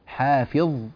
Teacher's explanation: امسكوا اللسان في هذا الحرف، حرف الظاء، حتى لا تتقلقل هذه الظاء